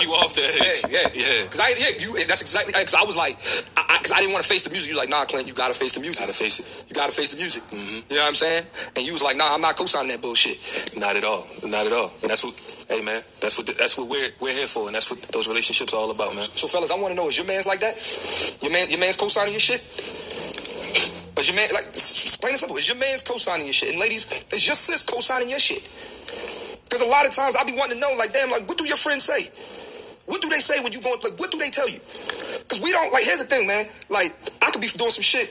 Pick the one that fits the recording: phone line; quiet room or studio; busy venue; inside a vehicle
phone line